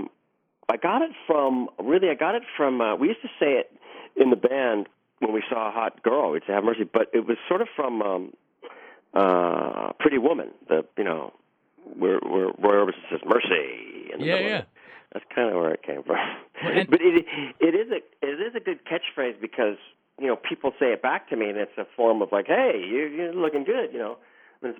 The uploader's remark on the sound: called in when he hosted "A Capitol Fourth” in Washington D